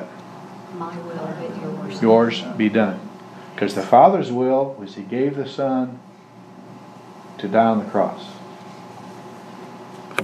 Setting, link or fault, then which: setting, large echoing room